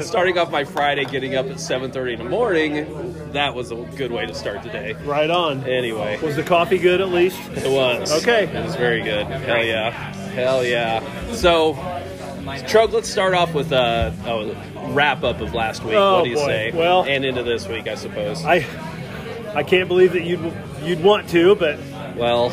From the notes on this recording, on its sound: On location at Deviate Brewing.